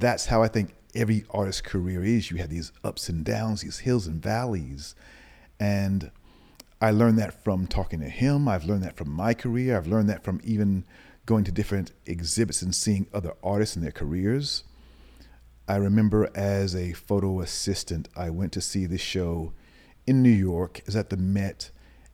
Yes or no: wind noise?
no